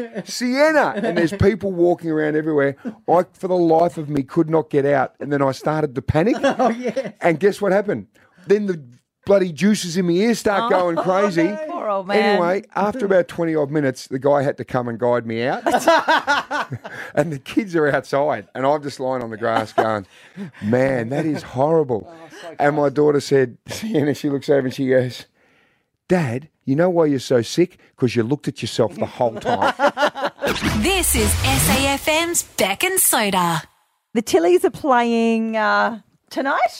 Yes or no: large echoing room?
no